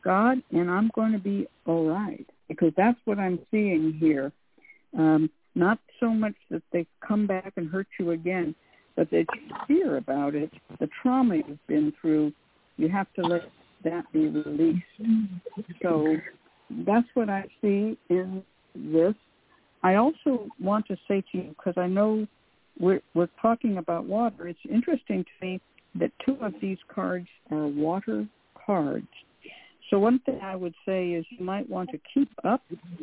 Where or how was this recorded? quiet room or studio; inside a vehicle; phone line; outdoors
phone line